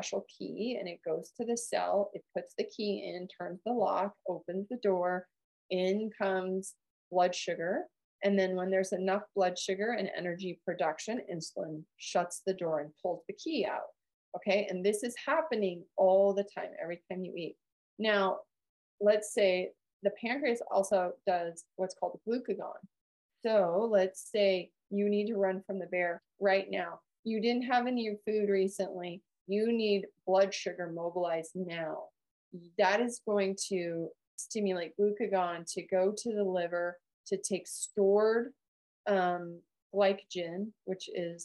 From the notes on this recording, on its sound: listen to a recording of our live Men's Health Webinar from May 2023